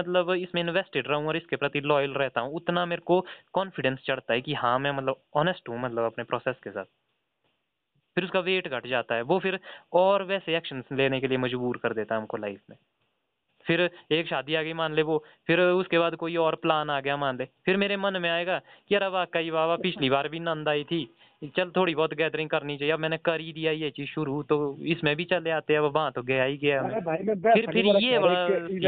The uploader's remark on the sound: A phone talk.